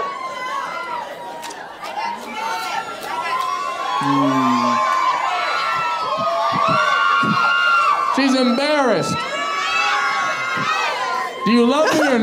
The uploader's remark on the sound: Crowd Work Show. This episode was filmed in front of a live audience at Funny Bone in Toledo Ohio in May 2023.